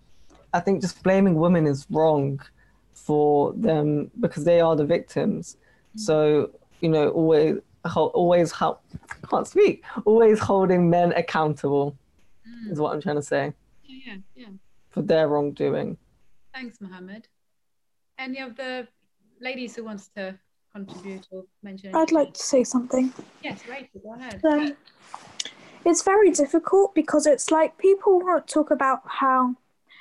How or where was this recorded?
video call